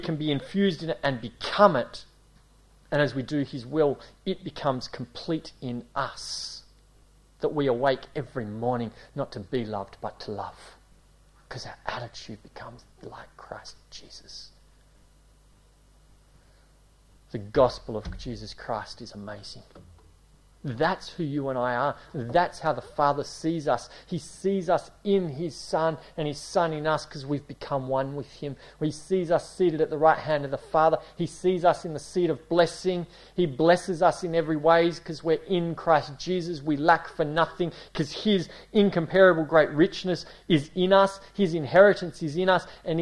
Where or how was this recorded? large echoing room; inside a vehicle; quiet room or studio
large echoing room